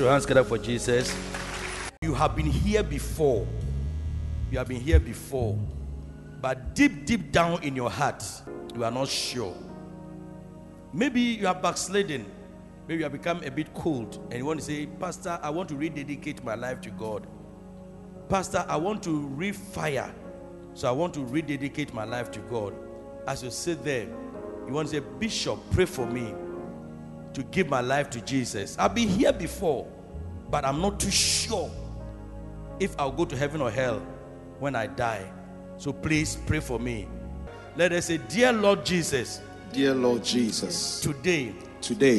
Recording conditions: large echoing room